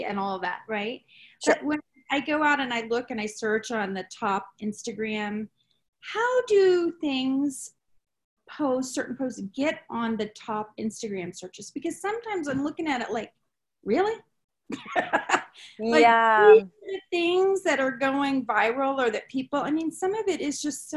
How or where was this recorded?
video call